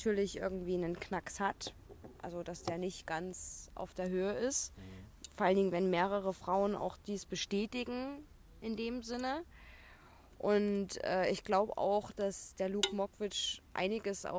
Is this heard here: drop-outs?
no